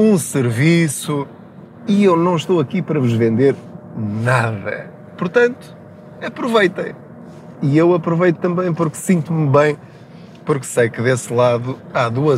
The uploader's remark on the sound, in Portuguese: Não ligue aos barulhos da viagem.